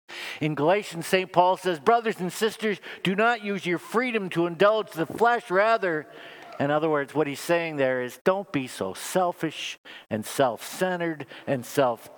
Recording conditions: large echoing room